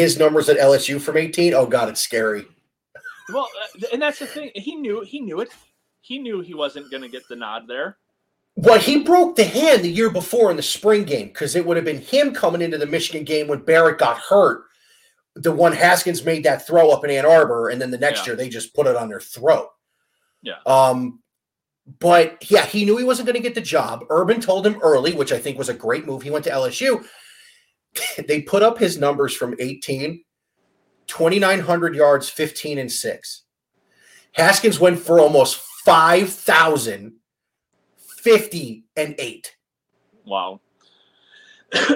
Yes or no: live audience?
no